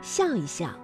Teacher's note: 夹在叠词之间呢，念成轻声